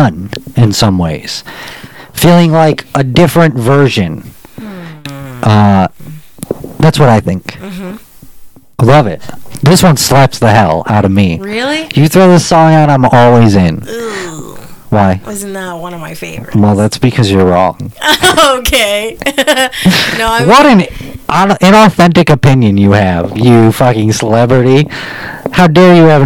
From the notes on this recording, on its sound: The microphone isn't perfect.